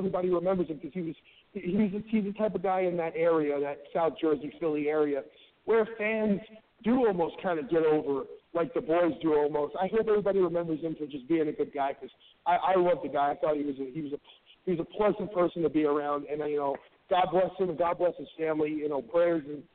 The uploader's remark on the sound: calls in to share love